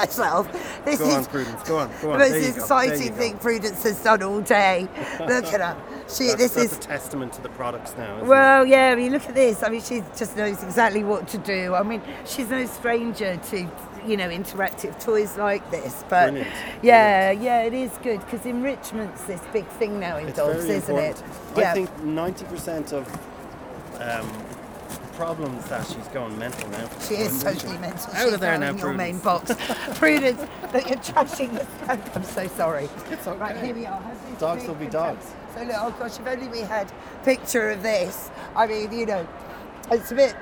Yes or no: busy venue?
yes